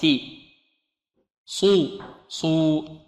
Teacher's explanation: فالمغيرات صو صو، هنا نضم الشفتين مع الصاد. لماذا؟ لأنها مضمومة